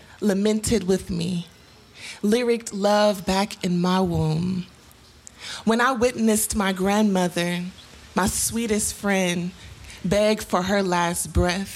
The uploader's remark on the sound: Recorded live at Late at the Lake, at Mozart's Coffee Roasters in Austin, Texas on Tuesday, May 10th, 2022.